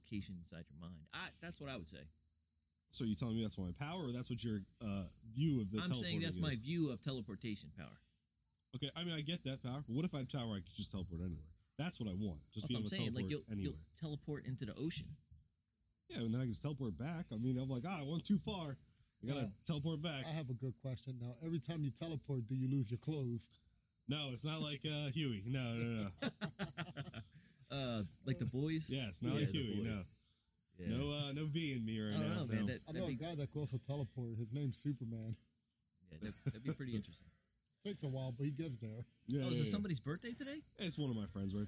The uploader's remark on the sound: We did something different with this episode and doing a show outside.